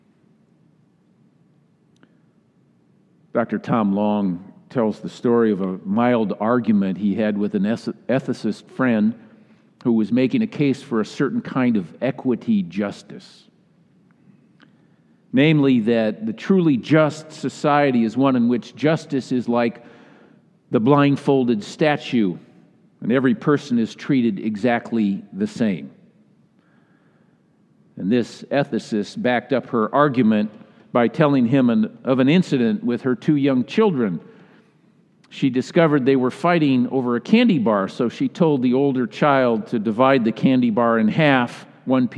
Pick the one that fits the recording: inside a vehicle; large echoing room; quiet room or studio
large echoing room